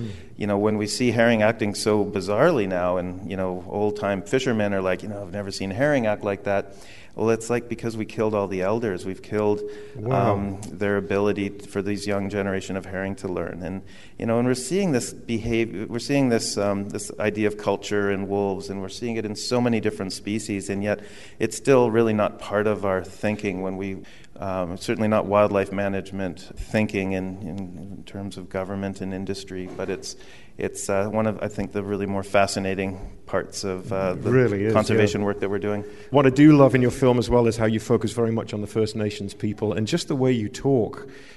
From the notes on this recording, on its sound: on stage at The Mountineers in Seattle